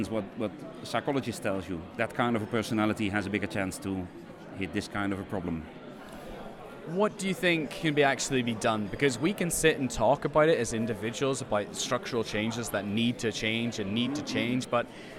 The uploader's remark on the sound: These are selections of conversations recorded at the EAA2019 conference in Bern, Switzerland.